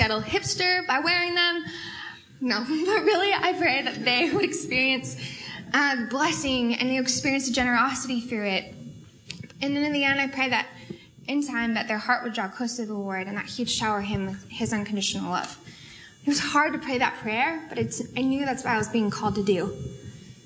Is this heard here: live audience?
yes